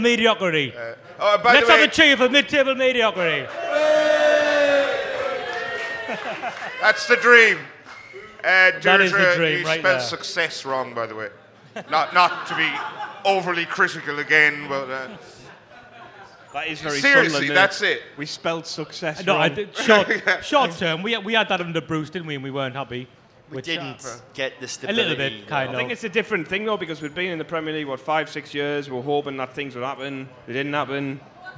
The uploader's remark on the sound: Wise Men Say live at Southwark Brewery. Recorded live at Southwark Brewery, London.